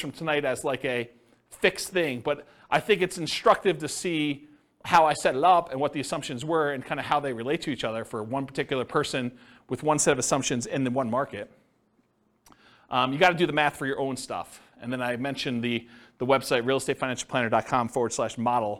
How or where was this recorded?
live audience